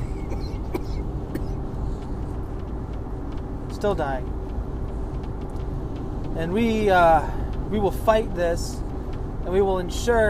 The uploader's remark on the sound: I scream from my car.